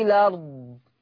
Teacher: الارض بقت لام مفتوحة بسبب الهمزة، لأن شلت الهمزة وخدت الحركة اللي عليها · Term: نقل